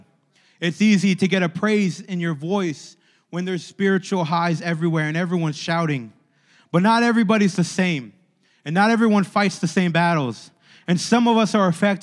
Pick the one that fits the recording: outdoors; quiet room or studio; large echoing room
large echoing room